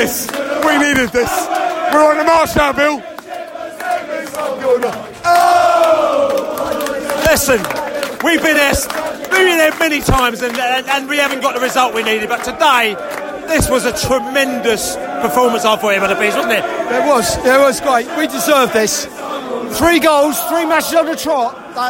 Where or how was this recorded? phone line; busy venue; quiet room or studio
busy venue